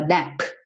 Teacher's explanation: Você chega a fazer o P, só que você não se preocupa em fazer aquela explosão do P